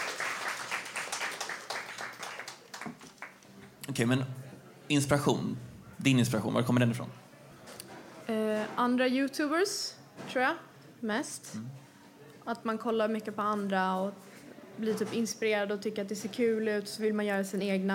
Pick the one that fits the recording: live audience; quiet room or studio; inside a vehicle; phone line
live audience